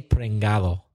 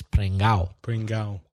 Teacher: No one pronounces the D ever in that word · Shown in: second take